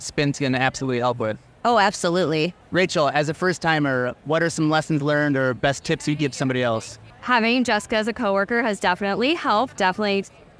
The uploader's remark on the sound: Brand Buzz at Expo East 2023. From INFRA’s time at Expo East.